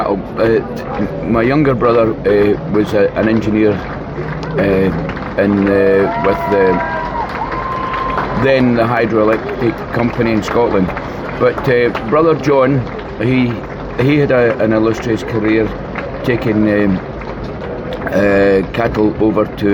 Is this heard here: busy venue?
yes